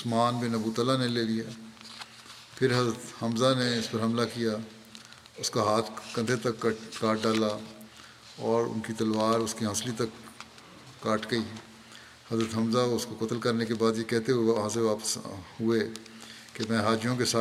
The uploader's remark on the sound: from Masjid Mubarak in Islamabad, Tilford, UK